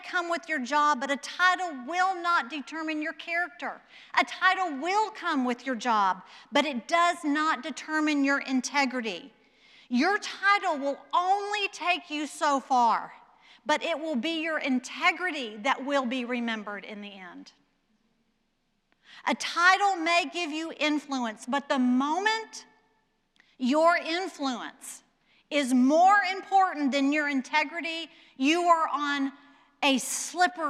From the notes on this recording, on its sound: Presented by Asbury Seminary Kentucky Chapel. At Asbury Theological Seminary's Kentucky campus.